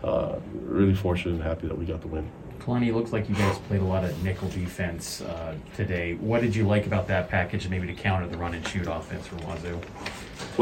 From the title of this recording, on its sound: Postgame Press Conference